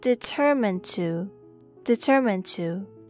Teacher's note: Here's a linking sound between determined and to, so the D in the last part of determined will be nearly silent.